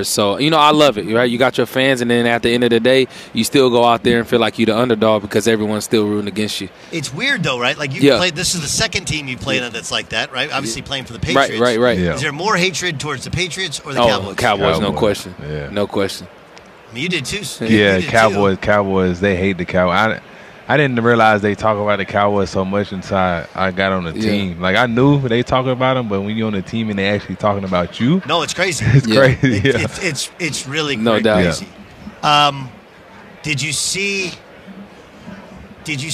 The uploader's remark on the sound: On Radio Row at Mandalay Bay in Las Vegas.